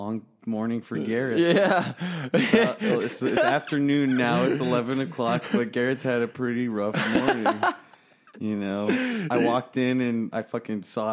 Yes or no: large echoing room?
no